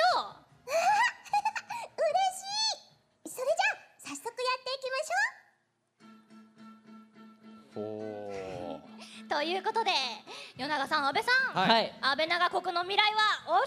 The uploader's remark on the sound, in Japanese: 先日行われたサンリオ国との同盟会談！(つまり公開録音です)。